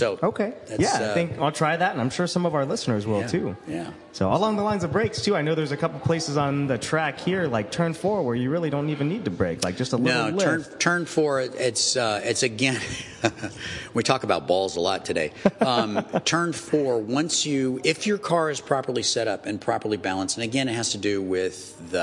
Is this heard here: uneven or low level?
no